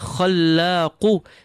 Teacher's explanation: feel the qaf strong from the back of your tongue